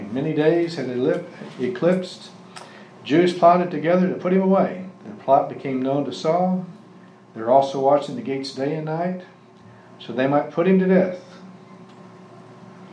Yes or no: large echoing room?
yes